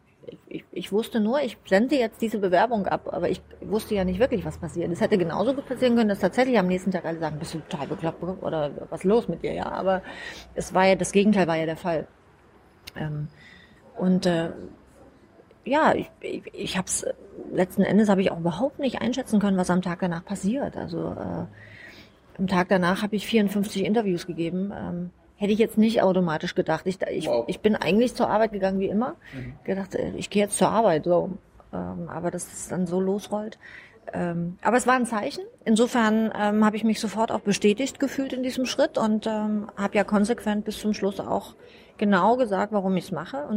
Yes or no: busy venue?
yes